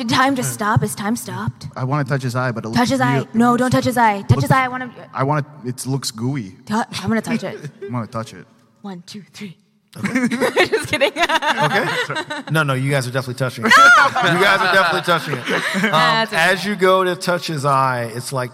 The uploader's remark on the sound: LIVE From PAX East